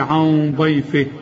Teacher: الغنه بقى مفخمه علشان الضاد مفخمه